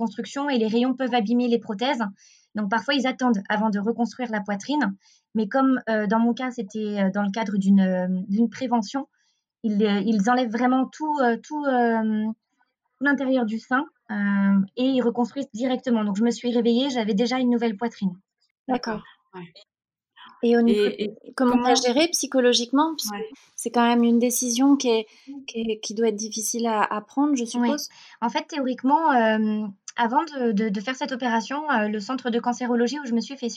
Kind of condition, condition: link, video call